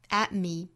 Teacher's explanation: at 尾部的 t 的音直接略掉